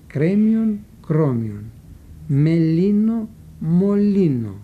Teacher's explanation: Κατά τον ίδιο τρόπο, δηλαδή με προληπτική αφομοίωση, η λέξη «μελίνο», προσέξτε λιγάκι αυτή τη λέξη, έγινε «μολύνο», όπου το «έψιλον» της αρχικής συλλαβής «με», «μελίνο», αφομοιώθηκε από το «ύψιλον» της συλλαβής «λι» που ακολουθεί